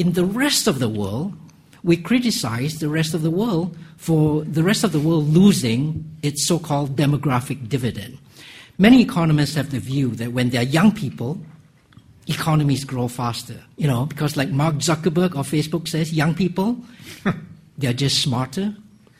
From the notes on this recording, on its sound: public lecture hosted by LSE Summer School